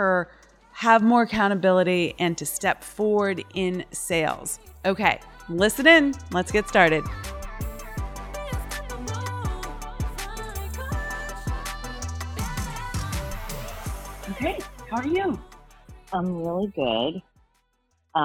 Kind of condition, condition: fault, poor sound quality